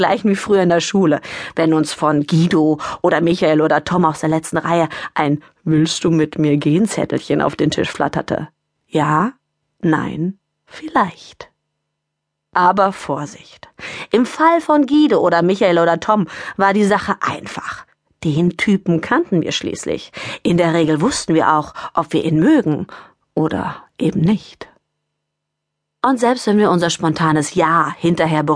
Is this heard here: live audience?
no